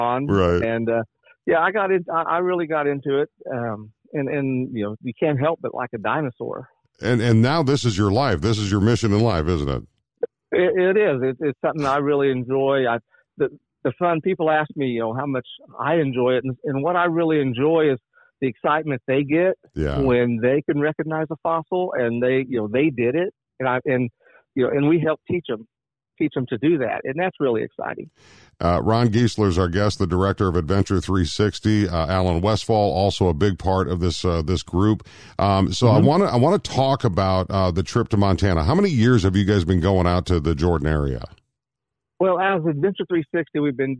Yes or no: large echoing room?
no